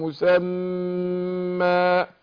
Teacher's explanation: الميم مشددة هنا بقى نديها قلنا حركتين